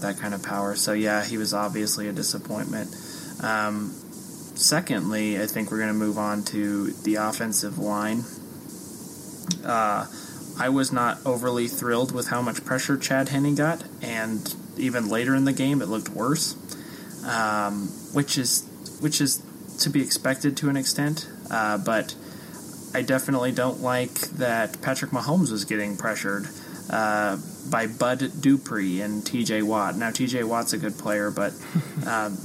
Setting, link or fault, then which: fault, background noise